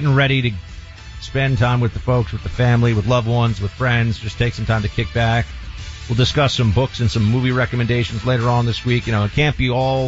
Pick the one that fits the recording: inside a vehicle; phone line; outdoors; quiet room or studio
phone line